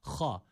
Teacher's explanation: Boğazımızı hırıldatıyoruz. Bu harfi çıkartıyoruz. Boğazımızı hırıldatarak ha. Ve emme men haffet. · Term: ha harfine